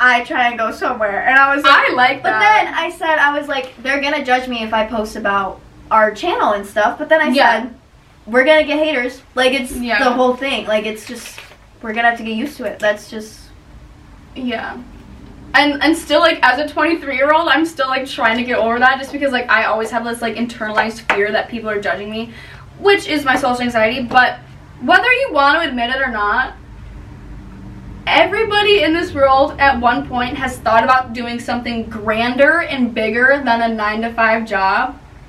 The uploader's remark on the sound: we know the audio sounds horrible.